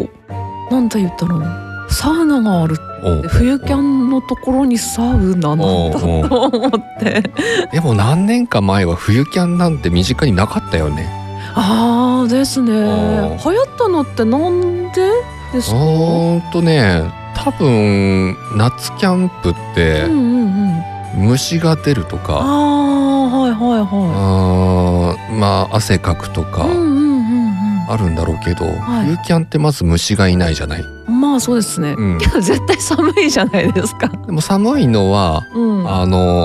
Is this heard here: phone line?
no